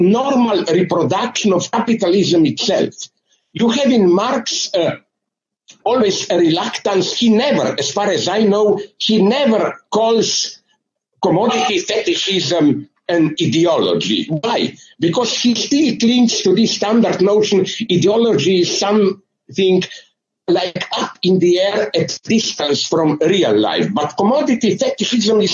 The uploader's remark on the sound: The internationally renowned London Critical Theory Summer School. This is a recording of a Zoom.